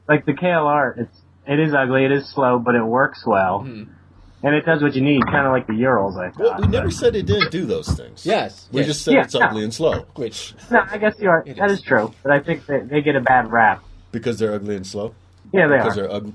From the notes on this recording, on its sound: We do a call in show